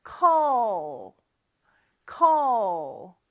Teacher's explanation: 혀가 윗니 뒤쪽에 쭉 와가지고 붙지만 혀의 뒤쪽은 약간 목구멍을 닫는 듯한 느낌으로 O 요런 발음이 됩니다. · Term: L 발음